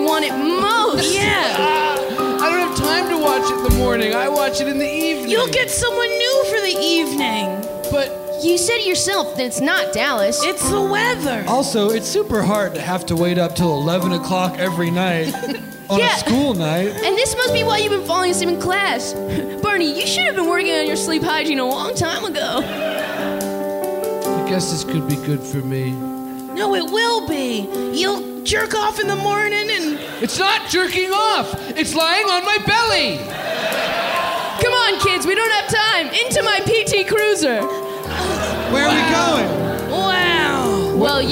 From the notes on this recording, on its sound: live at the Dynasty Typewriter in Los Angeles